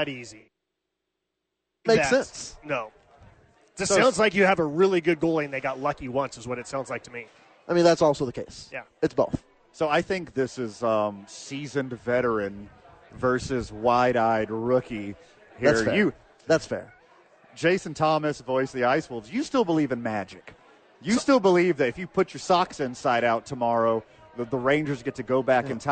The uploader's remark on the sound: live from Sadies!